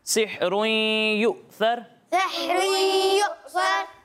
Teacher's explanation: یہاں حمزہ ساکن ہے، اور حمزہ ساکن کو ہم کس طرح پڑھتے ہیں، جھٹکا دے کر